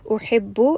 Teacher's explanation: ha is going to be from the middle of the throat.